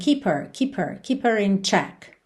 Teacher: Lembra que esse H do her, muitas vezes acaba sumindo.